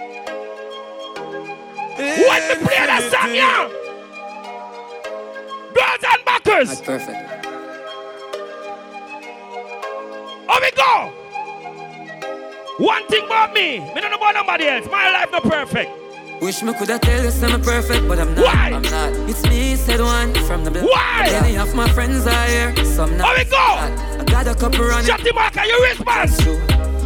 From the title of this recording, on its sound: LIVE AT TIPSY THURSDAYS 9TH JUNE 2022